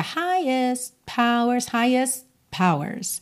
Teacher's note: a gente não dá ênfase pro T final de highest